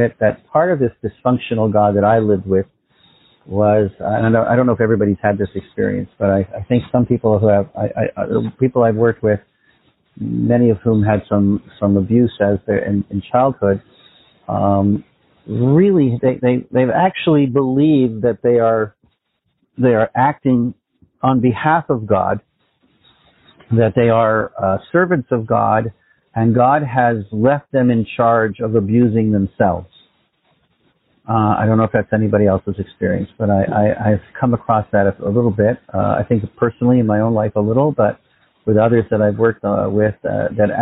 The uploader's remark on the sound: Phone Meeting Workshop.